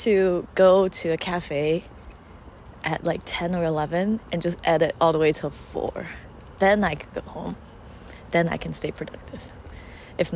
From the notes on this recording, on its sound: Come along with us as we roam around our neighborhood on a whim. The audio is recorded via my iPhone so you might hear us and the world around us. Back in Texas.